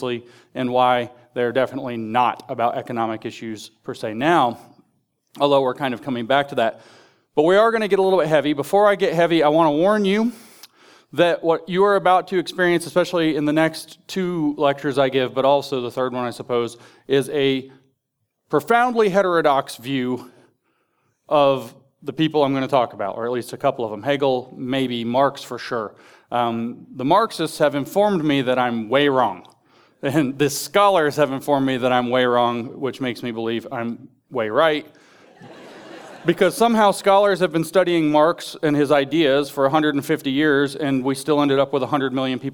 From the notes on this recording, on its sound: In this deep-diving presentation from The Theology of Marxism Conference.